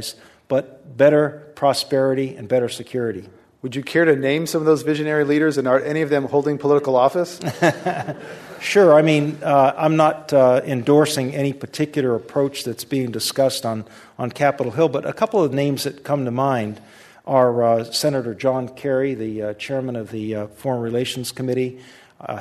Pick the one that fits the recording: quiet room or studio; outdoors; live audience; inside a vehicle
live audience